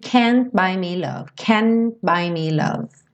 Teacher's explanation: a letra N já é feita no mesmo lugar que o T e o D, língua no céu da boca. Então, quando essa língua chega no céu da boca, você entende que a palavra já está concluída, digamos assim.